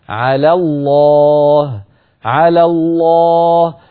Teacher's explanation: تنتقل من لام على المرققة إلى لام لفظ الجلالة المشددة المفخمة هكذا، على الله على الله، ولا تقول على ال على الله، كيف تقول على ال، بل تقول على ال، من لام مرققة إلى لام مفخمة.